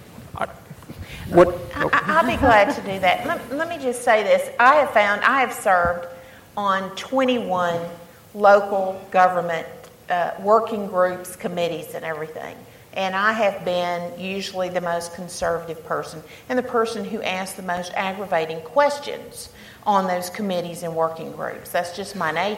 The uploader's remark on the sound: keynote session of The Texas Tribune Festival